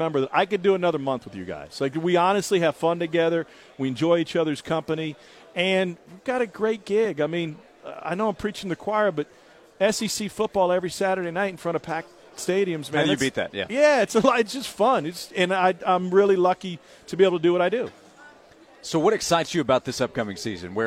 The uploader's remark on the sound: live from SEC Media Days in Hoover